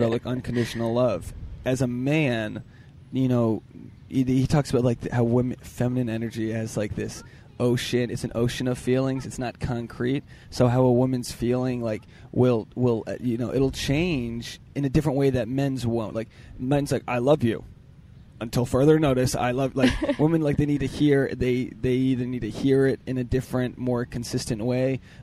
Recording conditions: outdoors